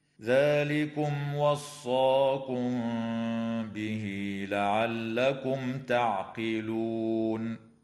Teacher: وأما الميم في كلمة وصاكم فقد وقعت قبل حرف الباء، فحكمها الإخفاء الشفوي مع الغنة. وتوصل الهاء في قوله تعالى به لعلكم بياء تمد وصلا بمقدار حركتين